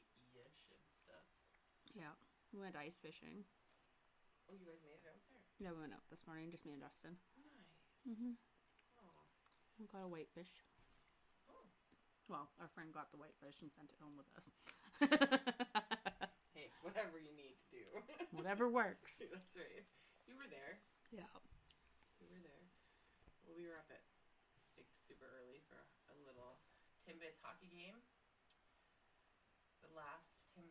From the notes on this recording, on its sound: The audio was not the greatest on this episode. Moved into the new podcast studio, so its a work in progress.